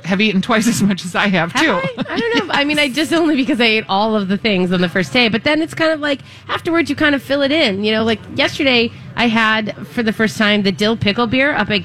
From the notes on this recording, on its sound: Live at the MN State Fair. State Fair Saturday.